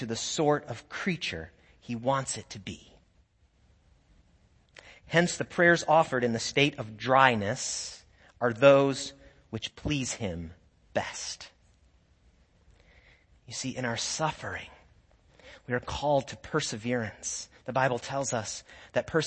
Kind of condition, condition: setting, large echoing room